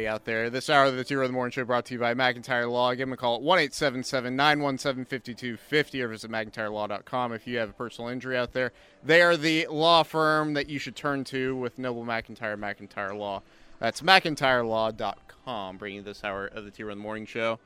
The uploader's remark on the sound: go live from the Omni in Dallas at the OU Alumni's Boomer Bash.